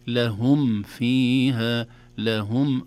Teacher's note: في المرة الأولى قرأت لهم فيها كان في غنى أو عدم إظهار للميم في كلمة لهم وبعدها فاء، ولكن الصحيح أن الميم الساكنة إذا جاء بعدها فاء تظهر. وأظهر لدى واو وفاء أن تختفي لقربها الميم من الشفتين لهم والفاء من الشفة السفلى في فاء، أصبح حرفان متقاربان.